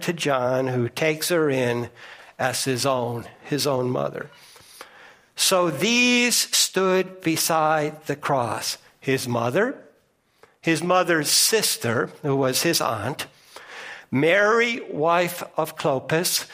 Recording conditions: large echoing room